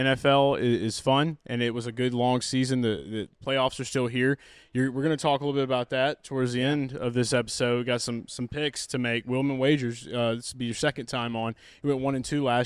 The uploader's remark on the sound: Garage Talk LIVE From Hooters Mall of Georgia